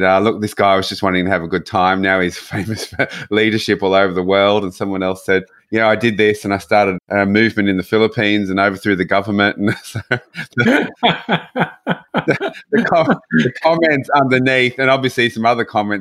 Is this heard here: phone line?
no